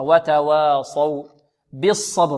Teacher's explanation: الواو مرقة والصاد ماذا؟ مفخمة، والواو ماذا؟ مرقة. وتواصوا بالصبر، ب ب بالصبر، عندنا الباء هنا مكسورة، بعض الطلاب يقول ب بالصبر، ب بالصبر، يأتي بالفاء الكسرة غير خالصة، فلا بد من تخليص الكسرة أو إخلاصها، كسرة خالصة ب ب هكذا.